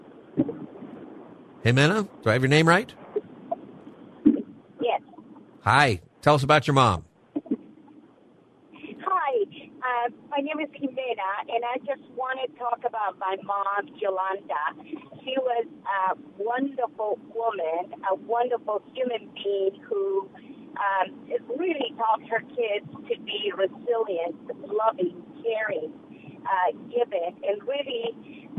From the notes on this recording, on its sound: Open Phone Friday where listeners can call in on any topic